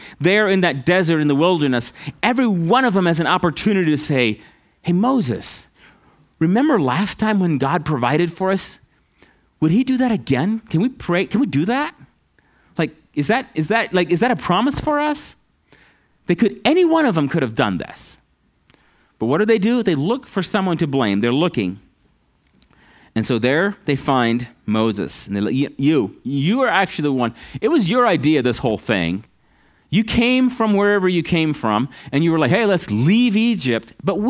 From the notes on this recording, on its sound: at Living Water Fellowship Denver's Sunday morning service on October 9th 2022.